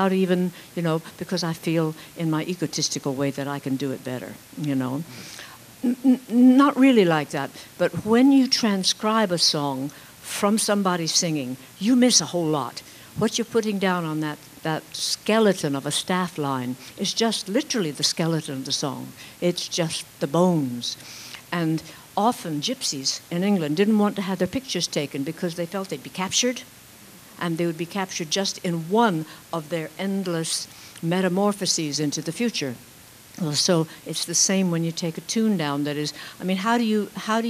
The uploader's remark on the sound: This was recorded live at Folk Alliance International in 2015.